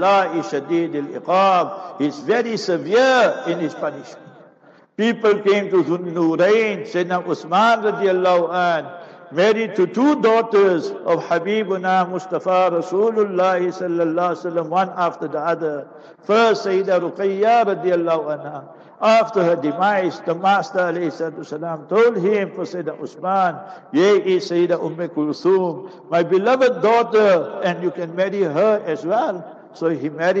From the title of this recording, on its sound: Jumu'ah Lecture - Raisethorpe Masjid - PMB